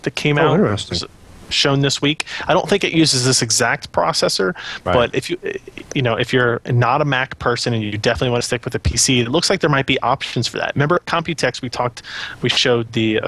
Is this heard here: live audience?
no